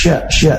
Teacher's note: Makhraj syin adalah dari tengah lidah yang bertemu dengan langit-langit atas. Nah, salah satu sifat khasnya adalah tafasyi, yaitu tersebar udara ketika mengucapkan huruf shin, huruf sya, sya.